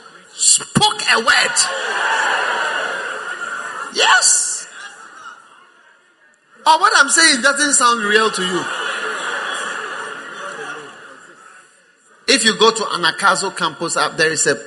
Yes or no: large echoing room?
yes